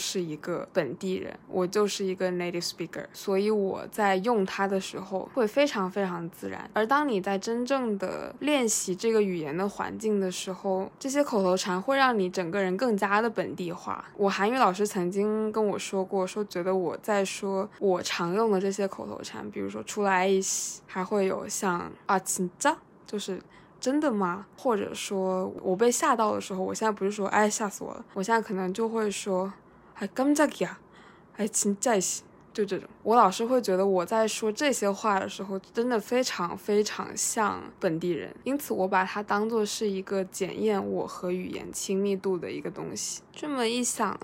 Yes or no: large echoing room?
no